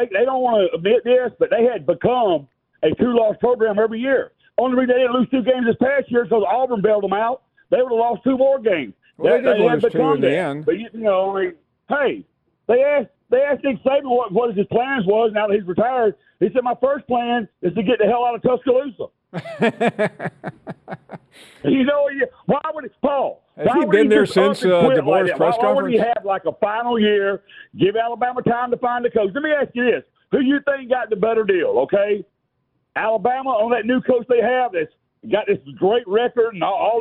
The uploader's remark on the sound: we continue taking your phone calls.